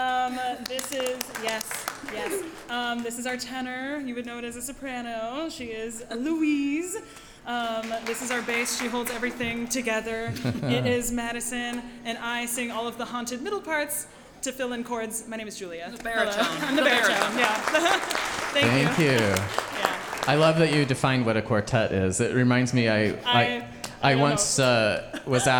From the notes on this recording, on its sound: told live on stage and without notes